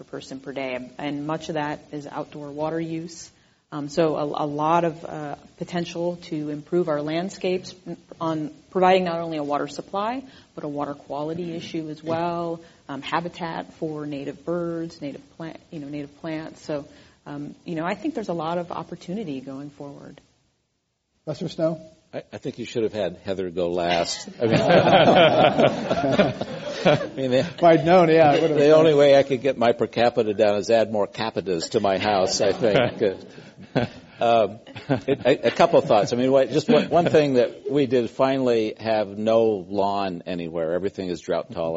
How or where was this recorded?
live audience